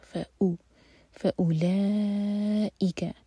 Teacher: حمزہ کے بعد جو واو ہے اس پر سرکل لگا ہے یعنی کہ ہم اس کو نہیں پڑھیں گے تو او نہیں ہوگا، ایک حرکہ کھینچا جائے گا